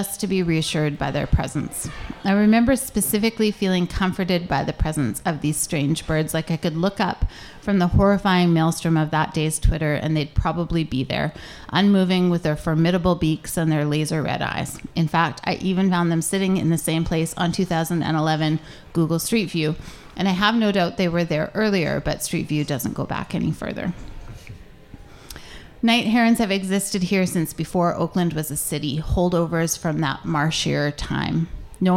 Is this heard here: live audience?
yes